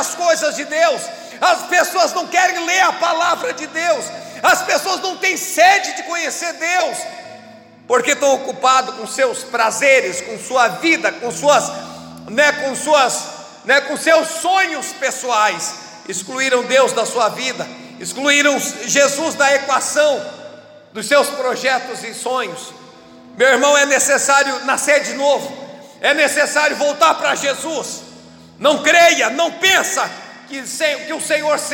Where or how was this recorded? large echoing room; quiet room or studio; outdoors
large echoing room